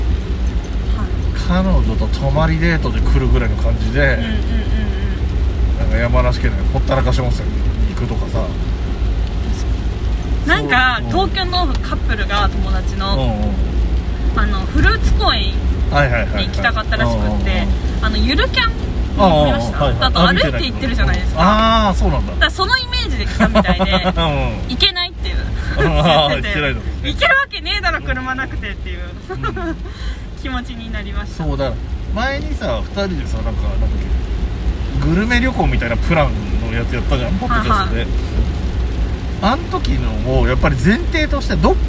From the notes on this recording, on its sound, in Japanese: ドライブ雑談。対面収録の前後の車移動中の雑談です。雨のドライブ収録なので音質が悪いのはご容赦ください。